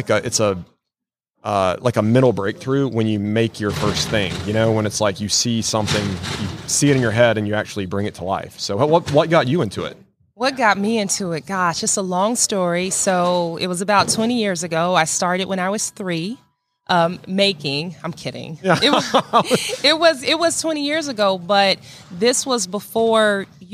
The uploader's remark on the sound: in the Wall Control booth live at WORKBENCHcon 2022